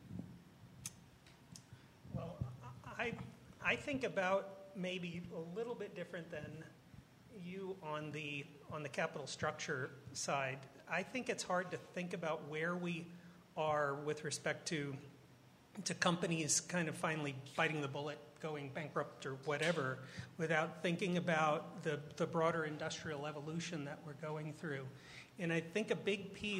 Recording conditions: busy venue